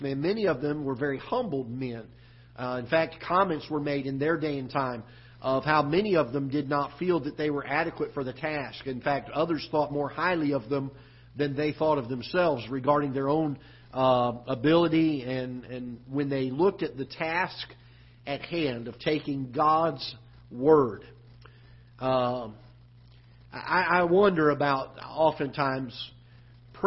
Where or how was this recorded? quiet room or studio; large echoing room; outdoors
large echoing room